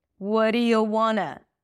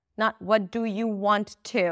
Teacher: So in this case, want is not stressed. The do is stressed. We turn it into wanna. · Shown in: first take